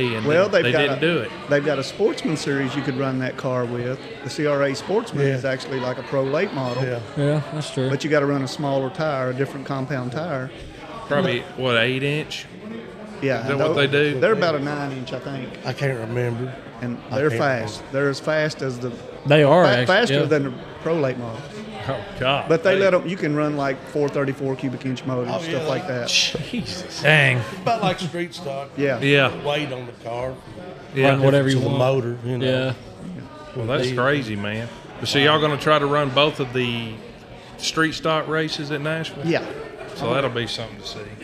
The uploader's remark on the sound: we were live at the Brickyard eating our fried green beans